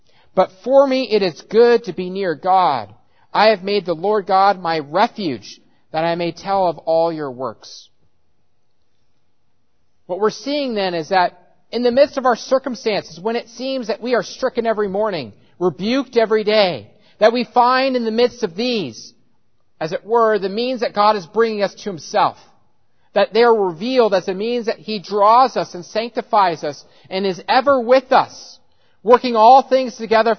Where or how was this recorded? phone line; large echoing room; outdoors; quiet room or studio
large echoing room